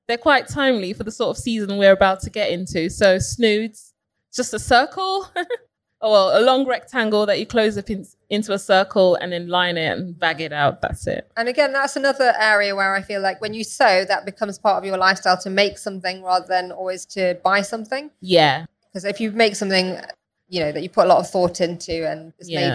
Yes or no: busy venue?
yes